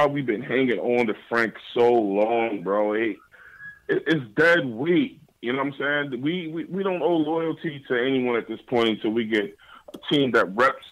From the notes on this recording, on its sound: They also take live phone calls from fans around the world.